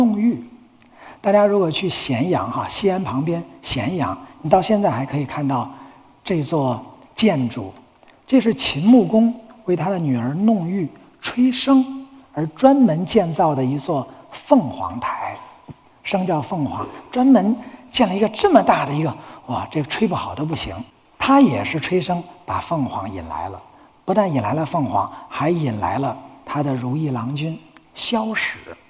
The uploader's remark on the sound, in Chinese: 一席现场